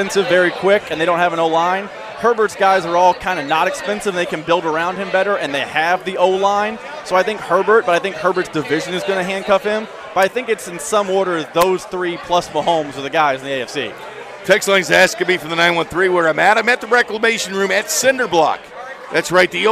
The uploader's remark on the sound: Hour two live from Cinder Block Brewery